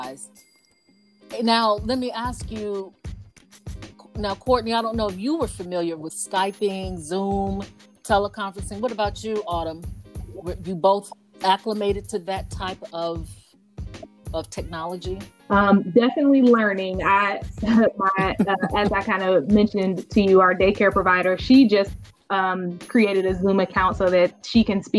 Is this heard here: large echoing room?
no